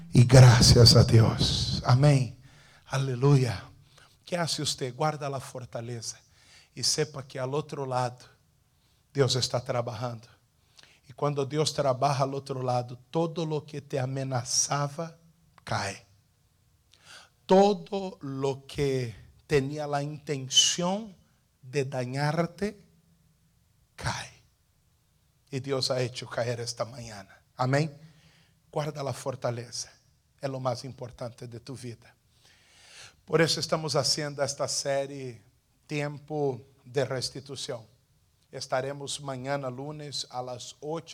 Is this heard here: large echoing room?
yes